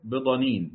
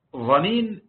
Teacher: والضاد من أصل حافة اللسان وما يليهما من الأضراس من يمين اللسان أو يساره، والظاء من طرف اللسان وأصول الثنايا العليا